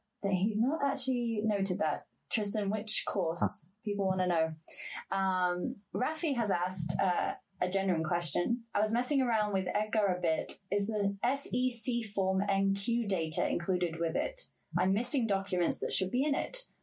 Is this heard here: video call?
yes